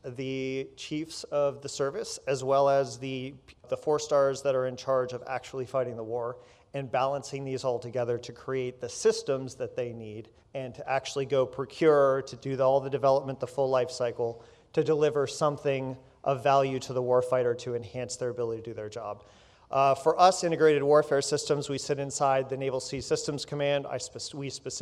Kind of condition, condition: setting, busy venue